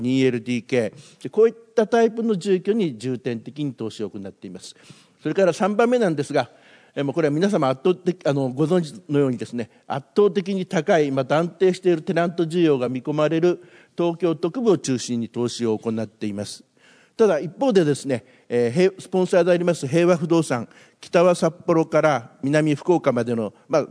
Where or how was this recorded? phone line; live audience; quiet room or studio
live audience